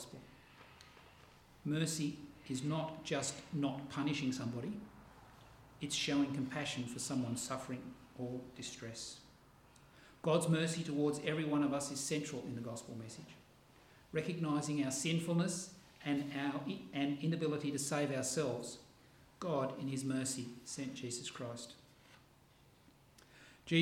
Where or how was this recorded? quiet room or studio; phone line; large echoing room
large echoing room